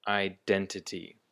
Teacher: the emphasis for the word identity, just like identify, is on the den, on the second syllable